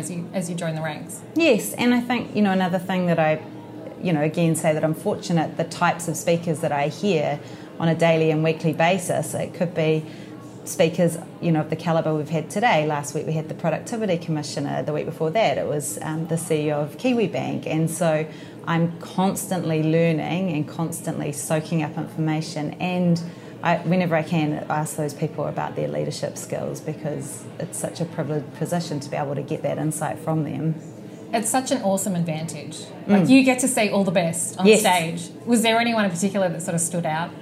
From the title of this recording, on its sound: Live from Trans-Tasman Business Circle Women Leaders Summit